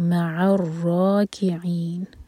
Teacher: مع، سو مع الراکعین، را ہیوی اور عین، چار حرکہ لمبا، مد عارض للسکون ہے